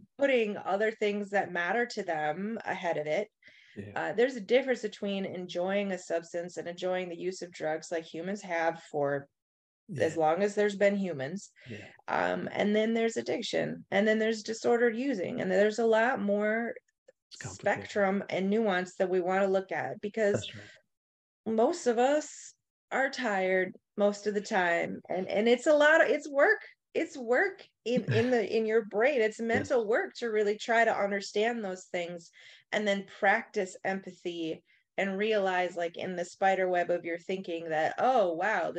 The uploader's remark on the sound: In Raleigh, NC and Appleton, WI on Zoom.